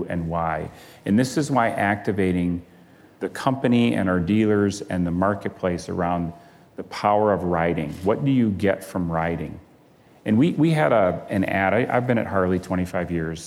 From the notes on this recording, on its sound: live onstage at the 2019 Code Conference